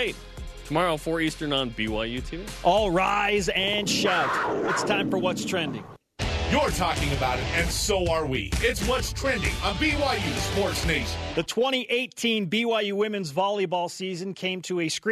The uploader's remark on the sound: Over the phone. Joined us in studio.